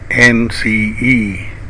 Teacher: Say entrance when used as noun with a stressed bed vowel and initial about vowel, optional.